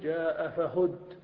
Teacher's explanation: إذا أردت أن تقف بالنقل فإنك تنقل حركة آخر الكلمة وهي الضمة إلى الساكن قبله وتقول جاء فهد.